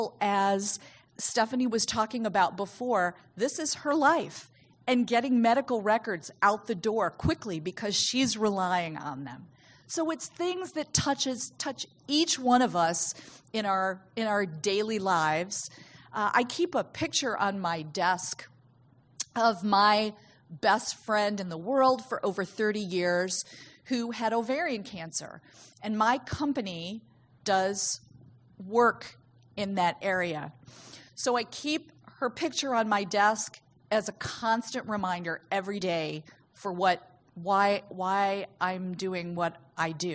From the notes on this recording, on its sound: In this talk from the 5th annual Patients as Partners US conference